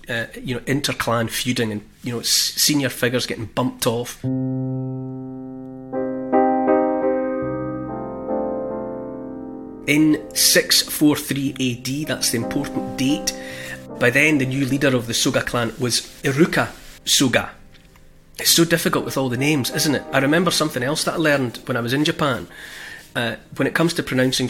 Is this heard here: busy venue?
no